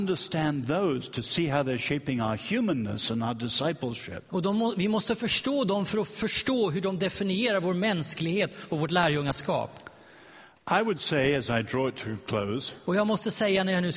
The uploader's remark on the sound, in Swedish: Inspelad vid Apologiakonferensen i G&#246;teborg 2012-09-28